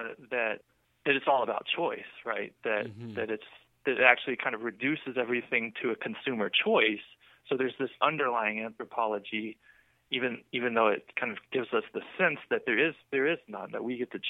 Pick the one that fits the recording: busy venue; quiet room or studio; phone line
phone line